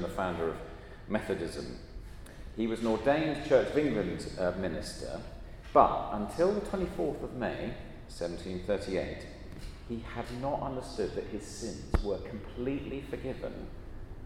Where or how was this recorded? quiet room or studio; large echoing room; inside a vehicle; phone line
large echoing room